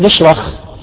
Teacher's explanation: طالب يقرأ الحاء يقرأها خاء